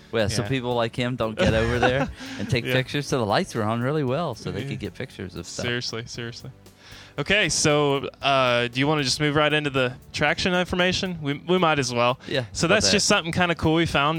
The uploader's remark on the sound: Hear audio from this attraction at Disney World.